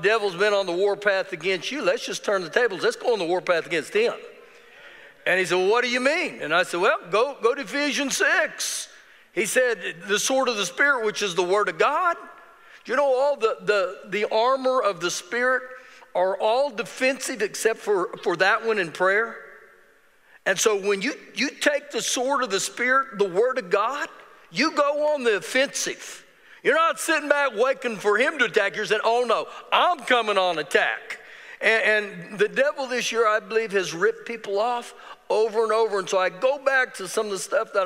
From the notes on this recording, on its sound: Recorded live during our Wednesday night service.